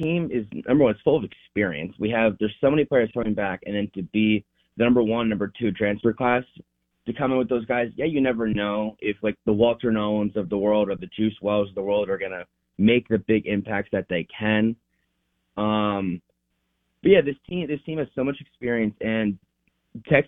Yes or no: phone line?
yes